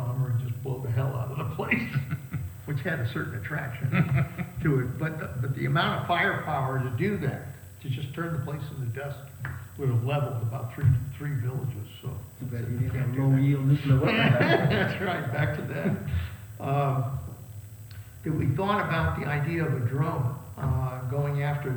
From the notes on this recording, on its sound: Live at the Panetta Institute in Monterey.